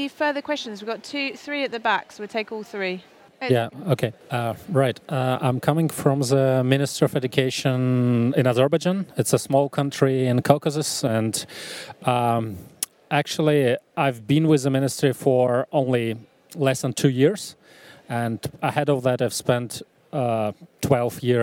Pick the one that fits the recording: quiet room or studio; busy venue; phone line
busy venue